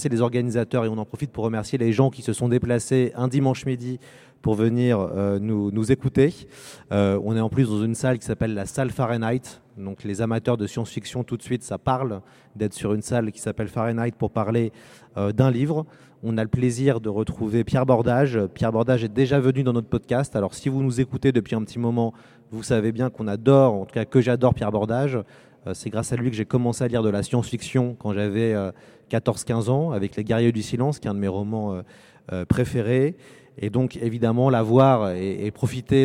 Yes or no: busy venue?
yes